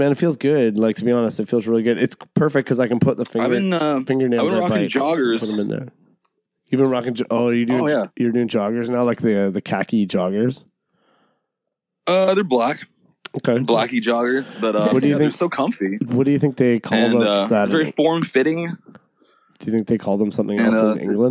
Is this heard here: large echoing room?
no